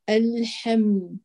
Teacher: ثبت الميم واللام اعطيها جريان جزئي للصوت.